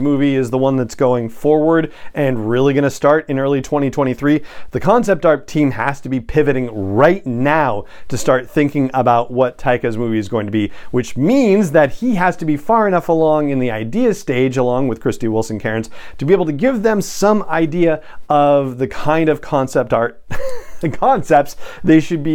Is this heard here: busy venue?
no